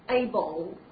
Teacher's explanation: Now, first we come to this word able, able.那么发这个音的时候，大家特别注意一下，后面这个 L 是一个 darkL，原来我给大家曾经说过的，最后的动作时间抵住上齿龈，气流从两侧出去，这个舌面呢有一点凹陷